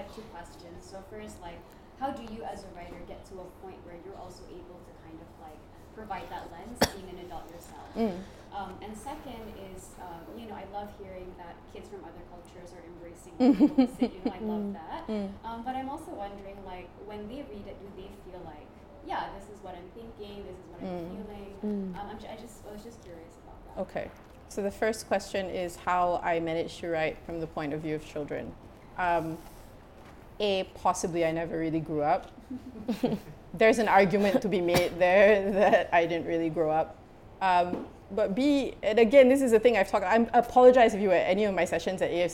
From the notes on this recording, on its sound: In this recording of a session conducted at Wardah Books